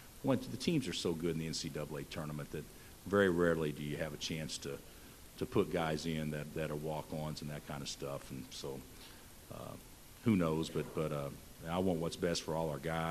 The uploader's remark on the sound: Press Conferences & Post-Game Interviews